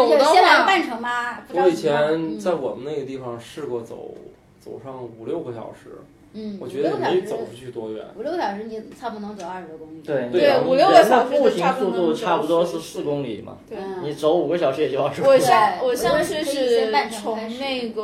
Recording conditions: poor microphone